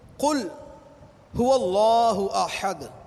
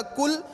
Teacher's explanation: اب اس قاف کو پر کر کے نہ پڑھا، پر کر کے نہ پڑھا اور اس کو باریک پڑھا تو یہ بن جائے گا کل · Shown in: second take